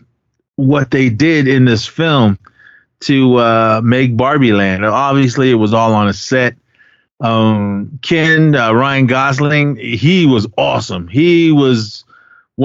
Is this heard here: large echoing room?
no